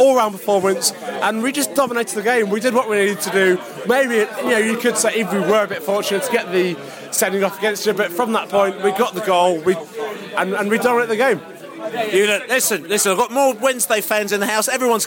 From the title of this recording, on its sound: post-match podcast from the pub